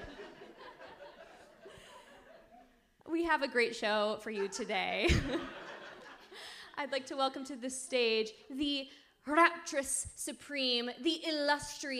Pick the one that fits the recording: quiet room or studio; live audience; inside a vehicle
live audience